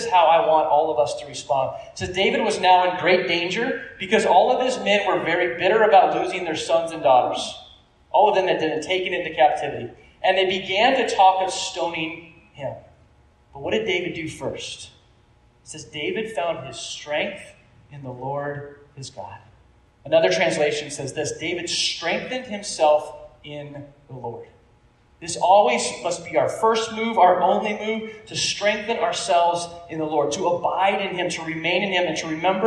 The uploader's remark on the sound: Opened up the microphone for people to pray. We know the recording isn't the best.